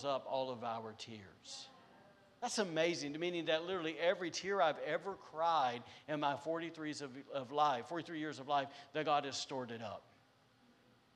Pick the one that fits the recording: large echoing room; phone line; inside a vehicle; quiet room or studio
large echoing room